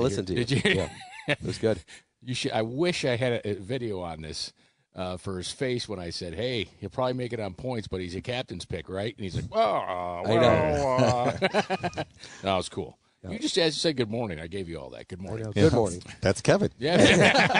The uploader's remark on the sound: Live from Pendleton Creek